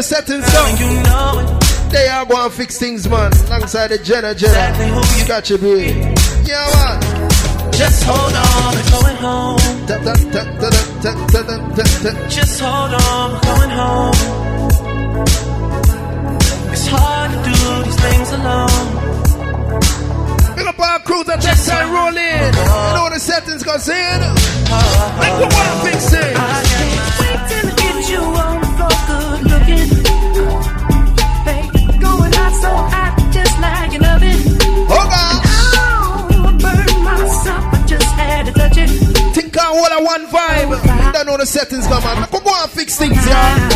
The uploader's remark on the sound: Live from inside Cash Money Thursday